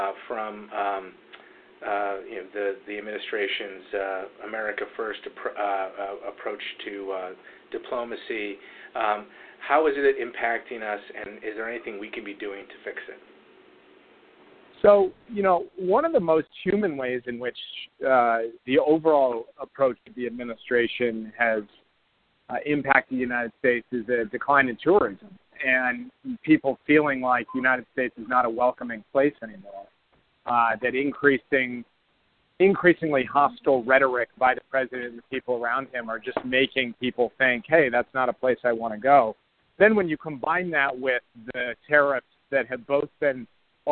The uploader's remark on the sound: Conference Call